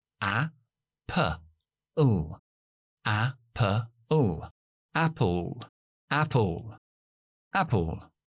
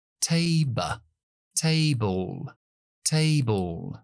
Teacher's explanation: entre la P y la L meter una schwa para que sea sílaba.